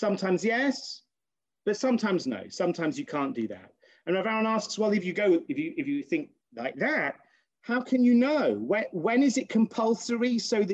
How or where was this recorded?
video call